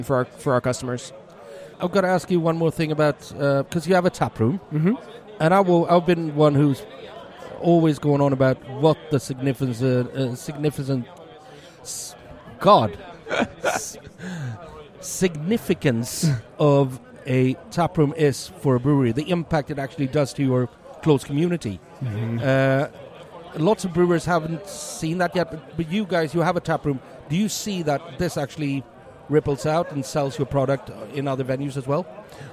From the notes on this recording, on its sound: Stockholm Beer & Whisky Festival 2023. Set out to the Stockholm Beer and Whisky Festival at it’s new venue.